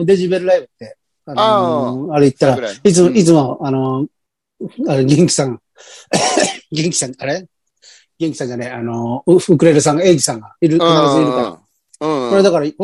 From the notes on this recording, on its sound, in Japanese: ZOOMで収録